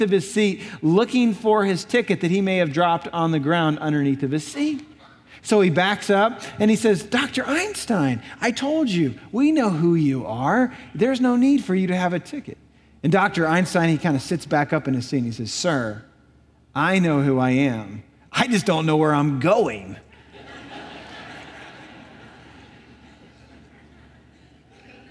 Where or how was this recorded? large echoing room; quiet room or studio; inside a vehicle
large echoing room